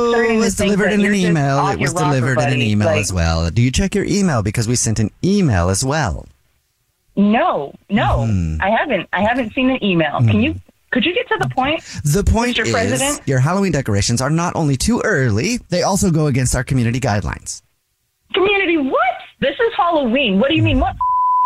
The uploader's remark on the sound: Is on the phone to prank his wife.